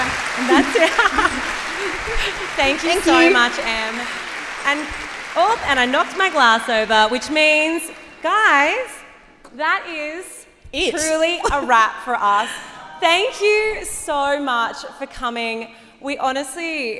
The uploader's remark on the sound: The cut down interviews from our LIVE SHOW!